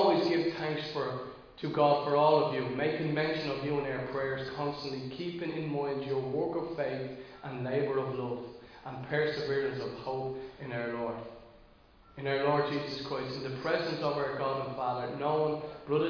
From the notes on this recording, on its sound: Recorded live in Liberty Church on 19 June 2022